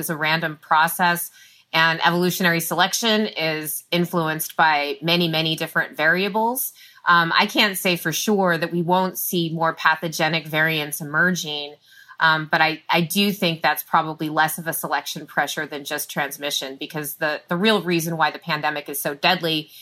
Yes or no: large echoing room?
no